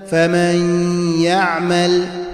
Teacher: ندغم النون ولكن نبقي صفة من صفاتها وهي الغنة في الحرف الأول · Term: الإدغام بغنة